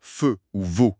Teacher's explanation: La lèvre inférieure touche les dents du haut. Ah oui, pour dire « feu » ou « veau », on sent la petite morsure de la lèvre. · Term: consonnes labio-dentales